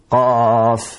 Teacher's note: قاف هكذا فيه تفخيم واستعلاء